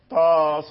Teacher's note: ومددنا مدا طويل من باب المد اللازم طاسين، مد لازم لأن الياء عند سكون النون فهو من باب المد اللازم.